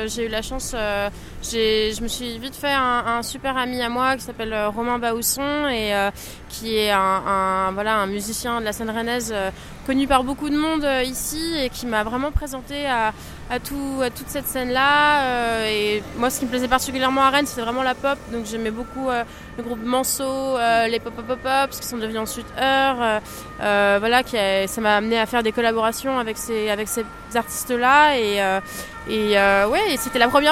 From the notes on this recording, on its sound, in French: 30 minutes en balade dans Rennes. Un épisode enregistré aux Transmusicales de Rennes, le lendemain de son concert, avec une chanson en acoustique.